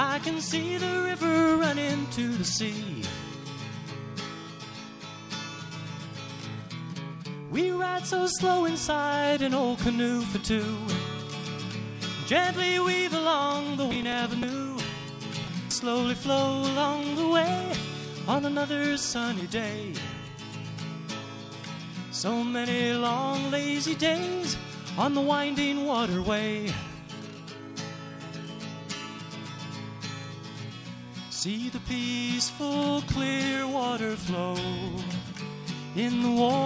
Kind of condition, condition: setting, busy venue